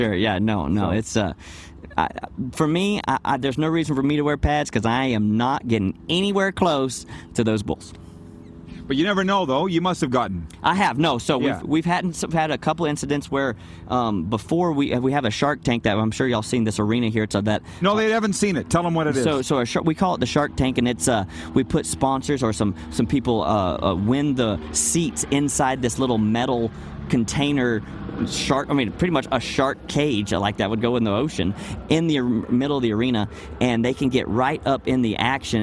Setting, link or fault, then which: setting, busy venue